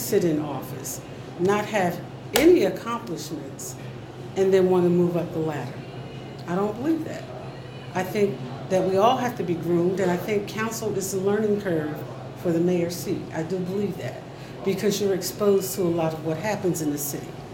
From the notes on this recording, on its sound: Recorded at Starbucks in Trenton NJ.